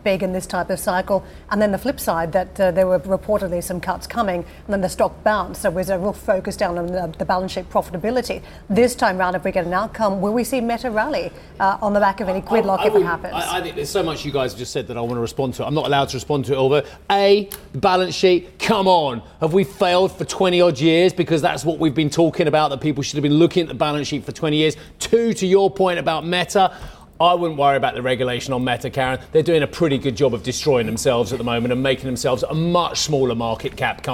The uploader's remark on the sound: We are also live at COP27 in Sharm El-Sheikh.